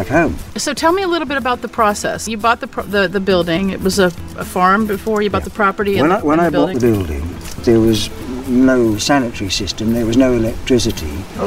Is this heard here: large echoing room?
no